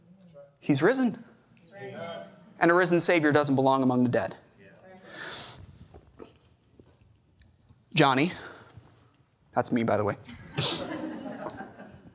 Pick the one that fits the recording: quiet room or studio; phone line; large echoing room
large echoing room